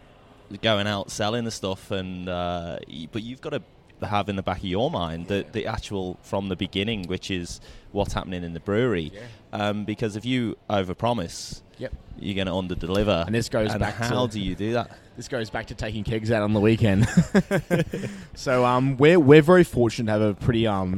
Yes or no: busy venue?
yes